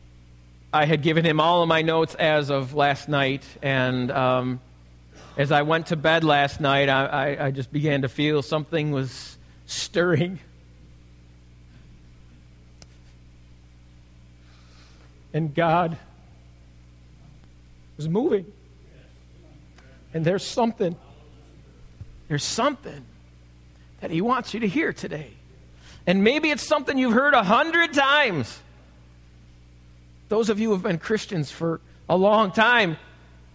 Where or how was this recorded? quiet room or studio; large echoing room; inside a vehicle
large echoing room